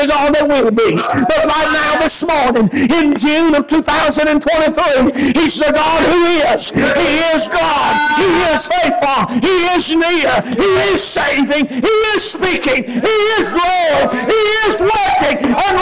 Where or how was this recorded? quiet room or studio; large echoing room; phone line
large echoing room